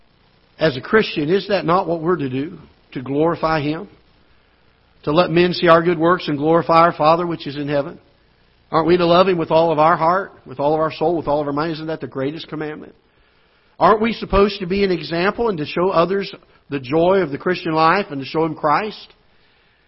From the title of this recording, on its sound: Ketha Heights Baptist Church ~ Live Broadcast